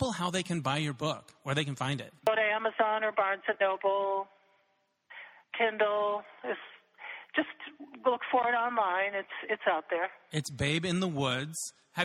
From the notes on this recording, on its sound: connects via telephone